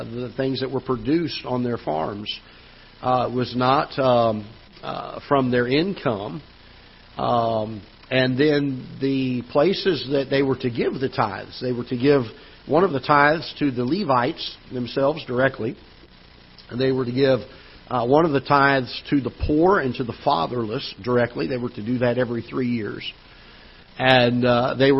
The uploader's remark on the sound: Ketha Heights Baptist Church ~ Live Broadcast